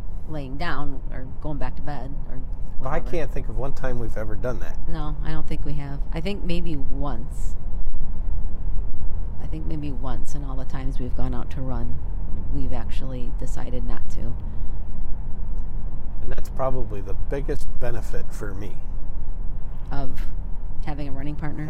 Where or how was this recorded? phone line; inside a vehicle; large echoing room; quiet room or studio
inside a vehicle